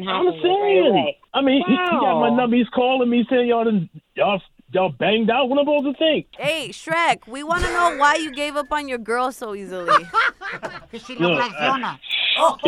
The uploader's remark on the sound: We opened up the phone lines and asked the listeners what their most embarrassing moment in school was.